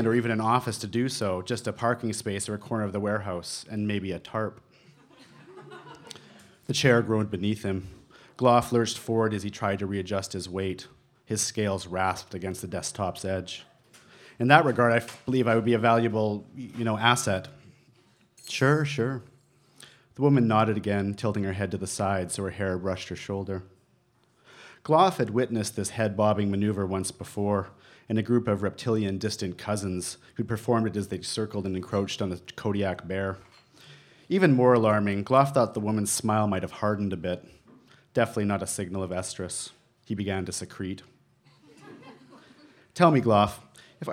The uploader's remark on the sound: A previously recorded evening of storytelling and otherwise. At The Lido in Vancouver, BC.